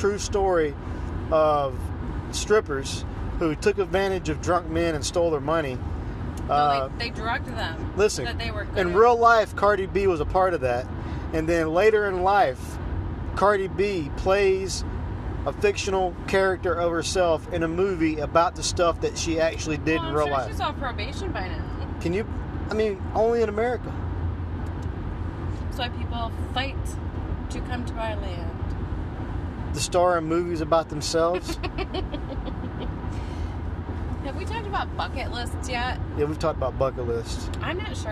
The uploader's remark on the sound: It's on the road this time! Finally squeeze one out while driving to their date.